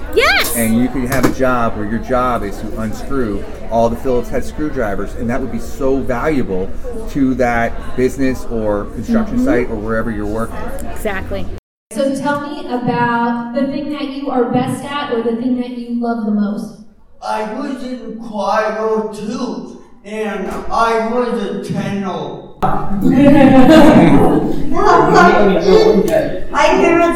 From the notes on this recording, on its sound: Recorded live at the 2019 Oregon Statewide Transition Conference. OSTC 2019 Keynote.